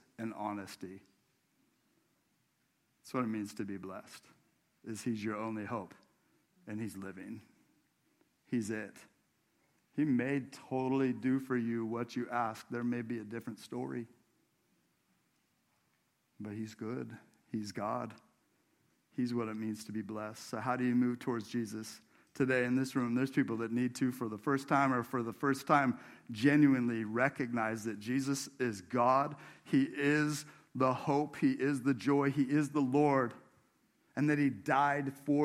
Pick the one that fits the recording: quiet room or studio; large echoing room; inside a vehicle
large echoing room